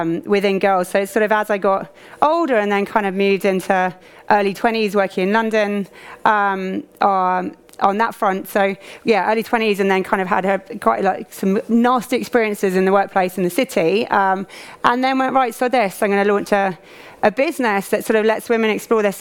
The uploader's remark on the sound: Spoke on the first day of Elite Business on 10 March for the Financial Management panel discussion.